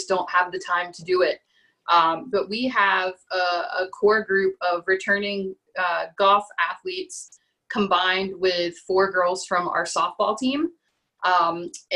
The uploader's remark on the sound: Huddle Up and Listen Up series of virtual coach panels. You can hear the audio version of that conversation here on the Tap In To College Golf podcast.